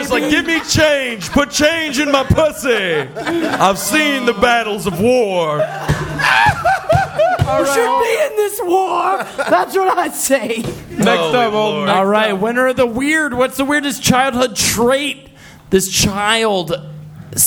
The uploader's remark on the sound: Live at the Cave Comedy Radio Launch Party!